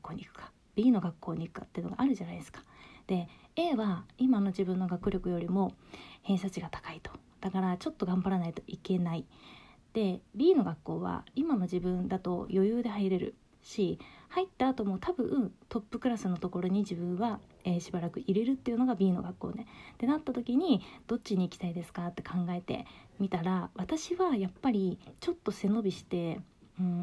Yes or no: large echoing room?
no